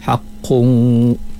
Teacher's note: dia kena dengung dengan qadar dua harakat